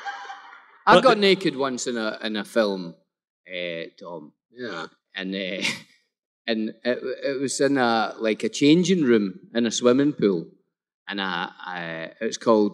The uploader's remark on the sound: Live at the Fan Expo in Boston!